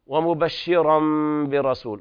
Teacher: هنا إقلاب لوقوع الباء بعد التنوين، وكذلك قرأ ورش بترقيق الراء، ومبشرا برسول، برسول، وهنا الراء في الرسول مفخمة لكل القراء لأن الباء قبلها زائدة والكسر ليس أصلي هنا، الباء زائدة، ففي هذه الحالة ورش يقرأها بتفخيم الراء برسول كباقي القراء.